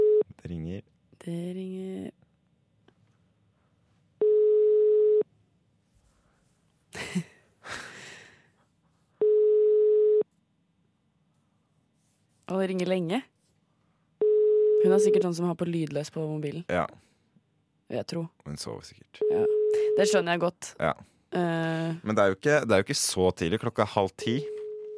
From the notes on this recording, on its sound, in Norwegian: Vi ringte og en fadder